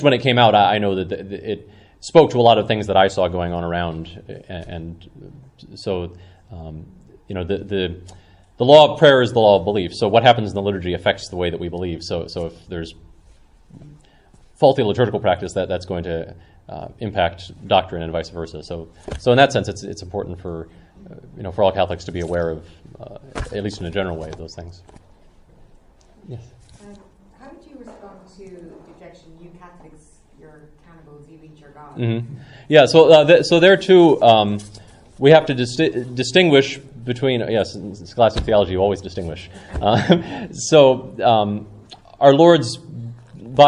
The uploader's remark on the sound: Talk given at Evangelium Ireland conference